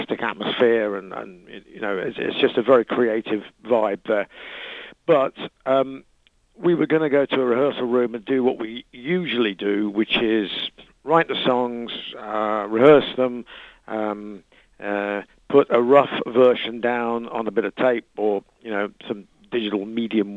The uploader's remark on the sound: lead singer called